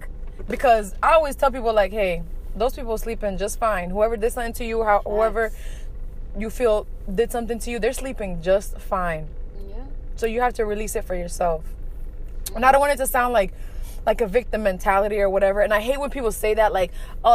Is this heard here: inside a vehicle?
yes